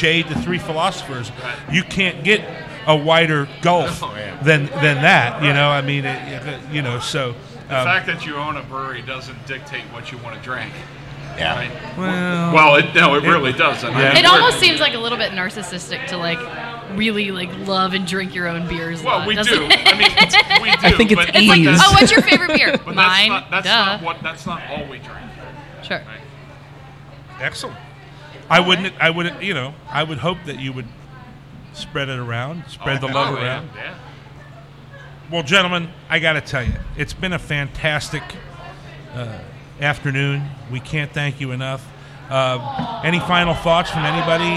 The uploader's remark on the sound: LIVE at Braxton! Live! At Braxton. From our live periscope feed and interaction via social media.